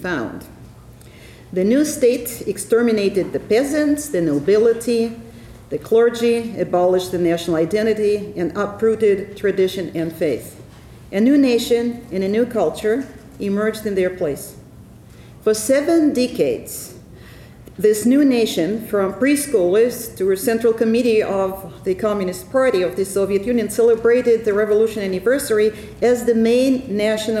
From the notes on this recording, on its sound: Ellison Memorial Lecture at the University of Washington.